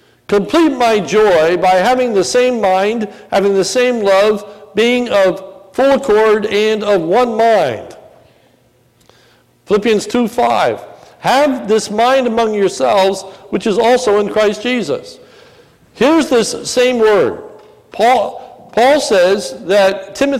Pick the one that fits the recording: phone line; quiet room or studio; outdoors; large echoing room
large echoing room